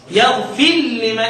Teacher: إدغام اللام في الراء